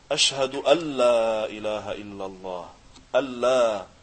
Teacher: هذا إدغام، تدغم النون الساكنة باللام